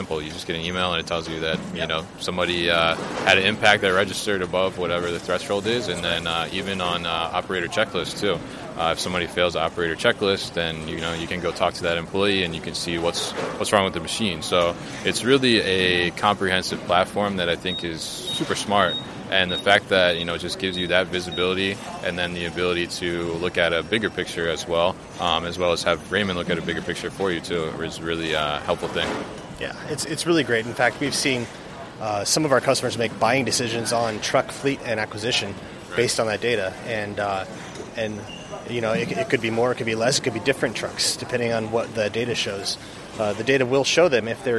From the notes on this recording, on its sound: at The Raymond Corporation's MODEX 2020 booth